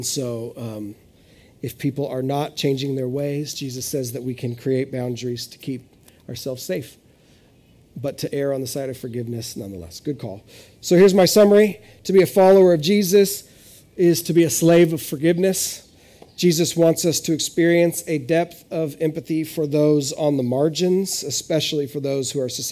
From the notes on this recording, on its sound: This is audio ripped from the Live Service video.